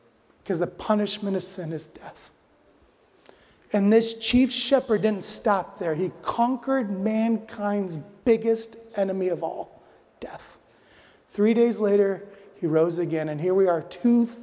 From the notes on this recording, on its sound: addresses the audience at the Family Leadership Summit